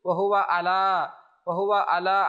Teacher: আইনকে হামজা পড়া যাবে না, আইনকে আমরা যেন হামজা না পড়ি।